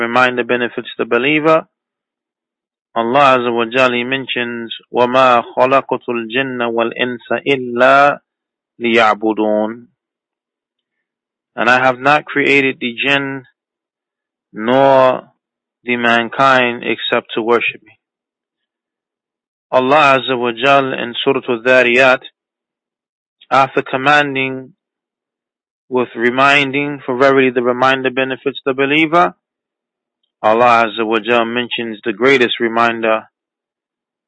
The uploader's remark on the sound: A Toronto Tele-Conference Event